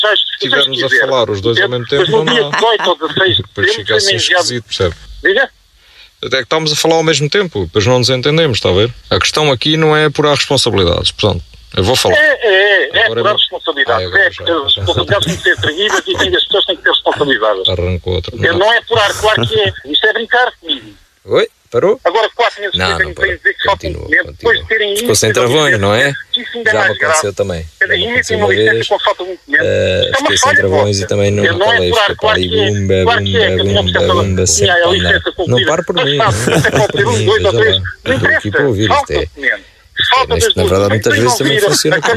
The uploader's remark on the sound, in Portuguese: RFM - Telefonema